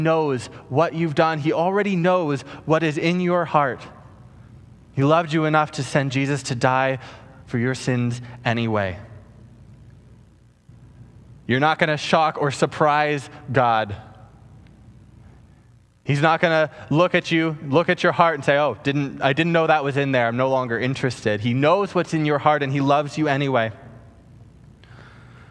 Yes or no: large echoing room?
yes